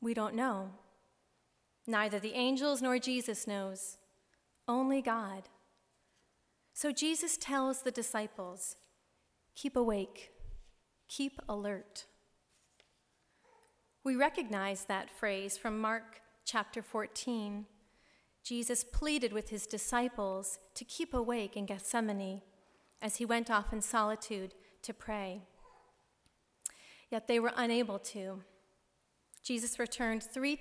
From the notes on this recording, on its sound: Delivered March 13, 2016 at Plymouth Congregational Church in Belmont, MA.